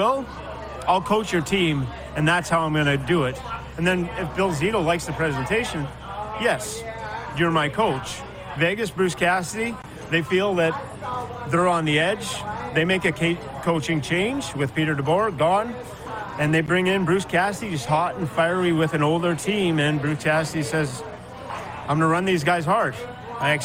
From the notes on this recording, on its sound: on location at the Pompano, FL Beach House